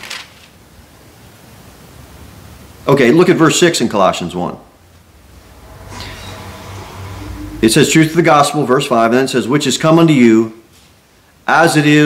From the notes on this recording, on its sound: Sermon delivered at Pilgrim Baptist Church. Cookeville, TN 38501.